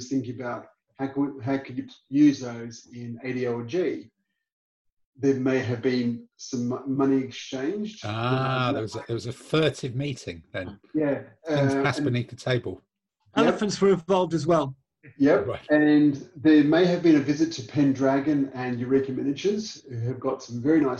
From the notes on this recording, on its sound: This episode sees all 7 regular contributors Zooming